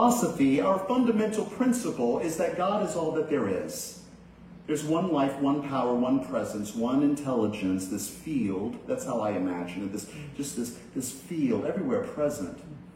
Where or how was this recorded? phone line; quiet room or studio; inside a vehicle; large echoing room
large echoing room